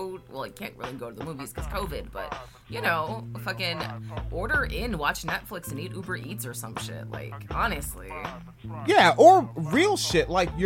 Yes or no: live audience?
no